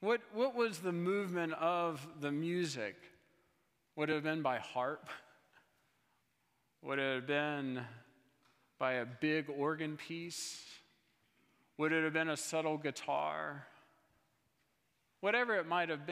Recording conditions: large echoing room